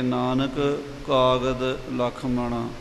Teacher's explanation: ਨਾਉ ਨਾਨਕ ਕਾਗਦ ਲੱਖ ਮਣਾ ਨਾਨਕ ਕਾਗਦ ਇਹ ਦੋ ਵਾਰੀ ਕਾਕਾ ਨਾਨਕ ਦੇ ਅਖੀਰ ਵਿੱਚ ਕਾਕਾ ਅਤੇ ਕਾਗਜ਼ ਦਾ ਪਹਿਲਾ ਕਾਕਾ ਇਹ ਕਿਤੇ ਇਕੱਠਾ ਨਾ ਹੋ ਜਾਵੇ ਇਹ ਖਿਆਲ ਰੱਖ ਕੇ ਨਾਨਕ ਕਾਗਦ ਲੱਖ ਮਣਾ ਹਾਂਜੀ ਨਾਨਕ ਕਾਗਦ